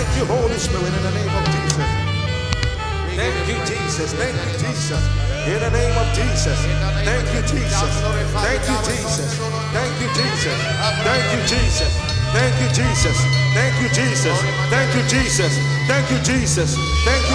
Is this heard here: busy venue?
yes